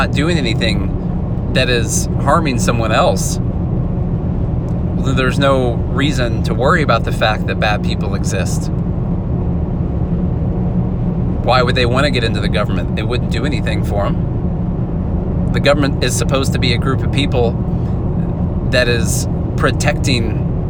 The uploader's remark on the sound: Sorry about the audio quality- I’m traveling and you get all the road noise in the background!